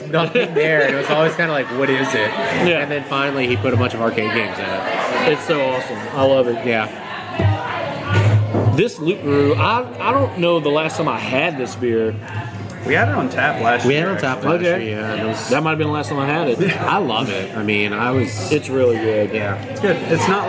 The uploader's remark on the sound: at Cypress Coast Brewing in Baton Rouge